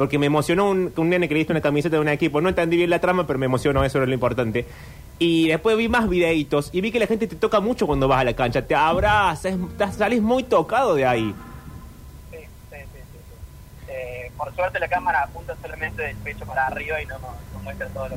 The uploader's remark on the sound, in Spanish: Llama por teléfono.